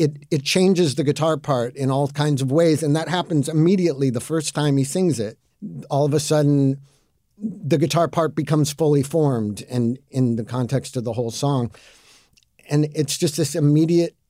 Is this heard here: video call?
no